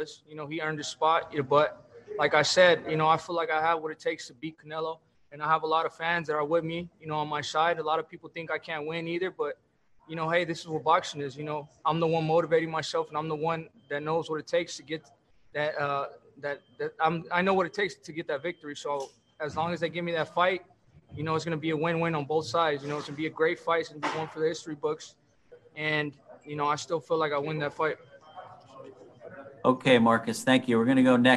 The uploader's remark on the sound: Post Fight Media conference